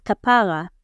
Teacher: Pronounced emphasizing the second syllable